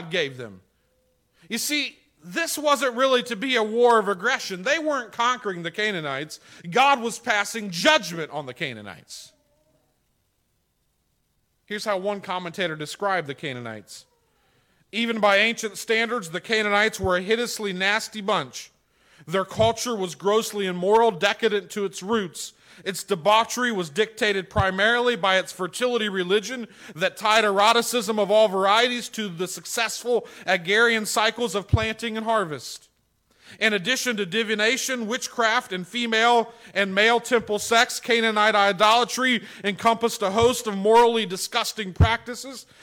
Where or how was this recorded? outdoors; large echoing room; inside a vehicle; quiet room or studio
large echoing room